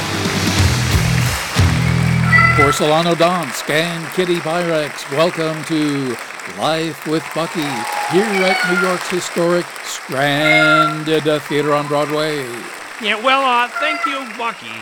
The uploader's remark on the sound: Live from the Stranded Theater in New York City.